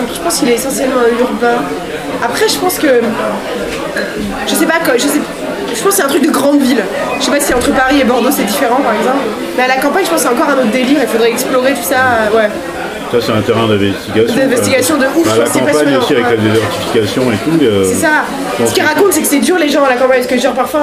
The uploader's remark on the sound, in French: au bar le Progès